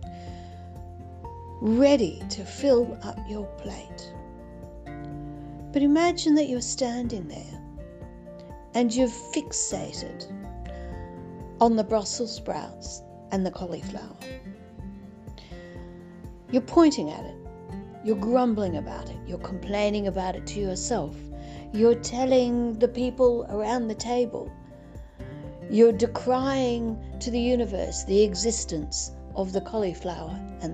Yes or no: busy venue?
no